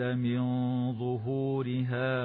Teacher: وتخفى مع الغنة مفخمة في قوله تعالى من ظهورها